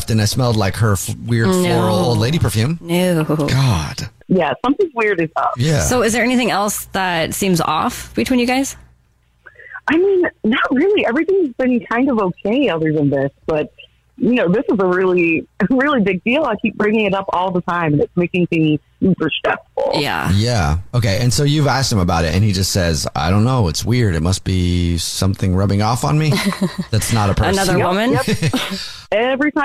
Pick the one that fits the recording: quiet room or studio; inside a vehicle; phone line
phone line